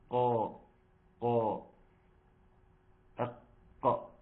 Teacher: تحقيق مخرج القاف من اقصى اللسان مع الحنك اللحمي والعظمي